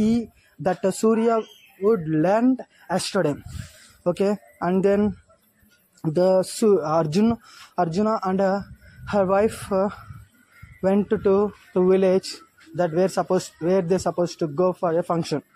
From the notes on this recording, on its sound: Sorry for background noise